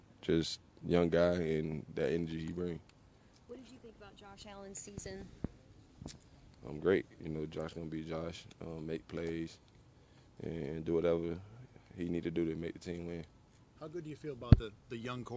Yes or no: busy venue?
yes